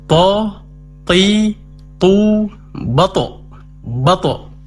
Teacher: huruf to dikuatkan sifat isti'la'nya, terangkatnya pangkal lidah, kemudian ditambah sifat qalqalahnya, yaitu ketika diucapkan huruf tersebut dipantulkan